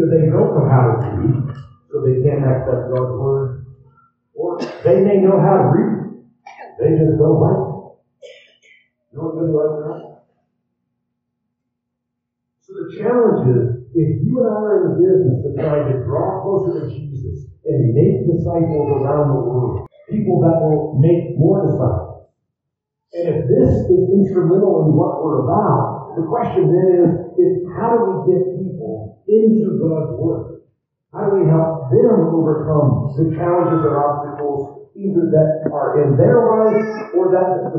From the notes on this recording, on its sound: The sound quality is a little rough in the first few minutes, but gets better.